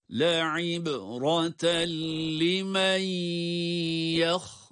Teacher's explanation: le'ib derken ayın esnesiyle ba harfine bağlanıyor